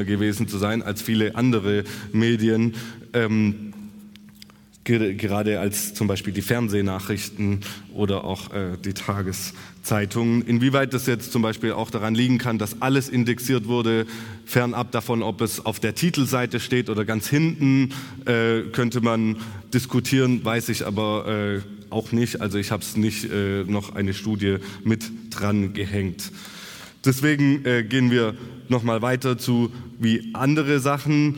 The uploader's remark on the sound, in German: Kongress der Informationsstelle Militarisierung Tübingen 2023